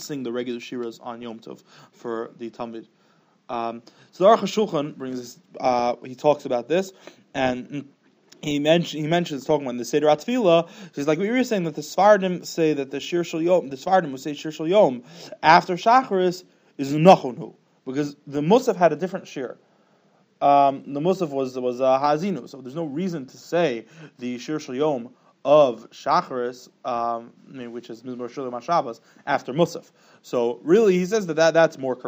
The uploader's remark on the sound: Special Sunday Morning Alumni Shiur. Shiur recorded in Yeshivas Ohr Reuven, Monsey, NY.